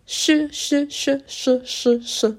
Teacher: Очень важно, чтобы оно не уходило в звук «щ», но тем не менее при артикуляции французского «ш» язык продвигается вперед. Вы можете сказать «щ», «щ» и идти немножко назад, слушая ваше произношение таким образом, чтобы получился передний «ш».